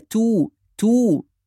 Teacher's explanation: حرف التاء لما يكون مضموم بيكون عرضة للتفخيم، خاصة أن بعده حرف الراء، والراء هنا مفخمة لأنها ساكنة وقبلها ضمة فتكون مفخمة. · Term: نرقق التاء